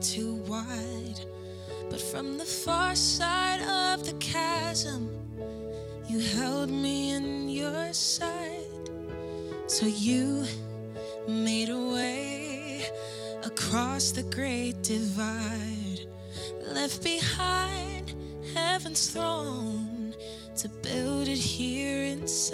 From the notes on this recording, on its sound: Live from our Celebration Ministry Center